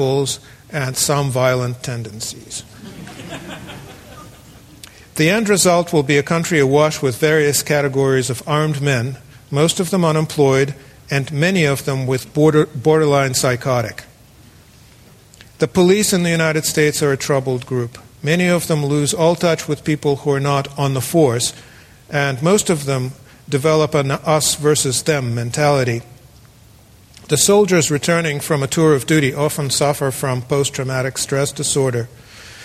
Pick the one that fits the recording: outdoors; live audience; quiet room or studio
live audience